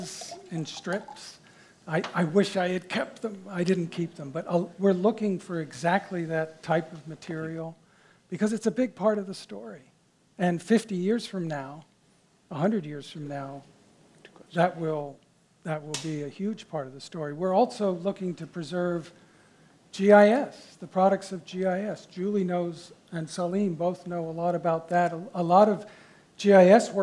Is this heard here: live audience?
yes